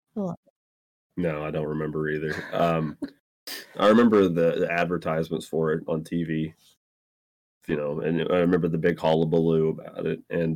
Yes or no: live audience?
no